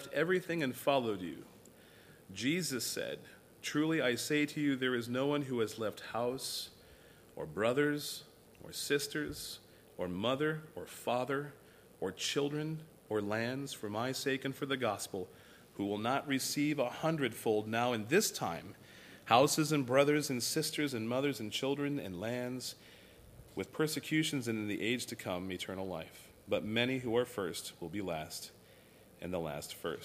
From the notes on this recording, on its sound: recorded at Thornville Baptist Church